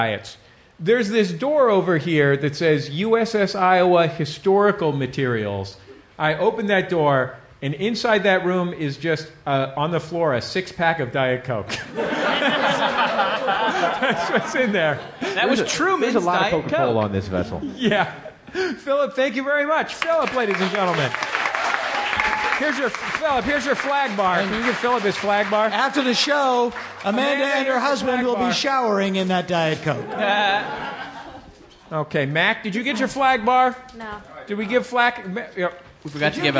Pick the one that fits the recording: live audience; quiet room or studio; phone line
live audience